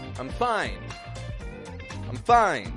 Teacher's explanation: if you only raise your tone on the word fine, fine, it'll sound like you're angry or annoyed.